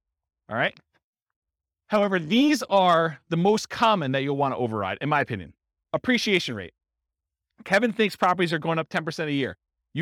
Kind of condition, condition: setting, live audience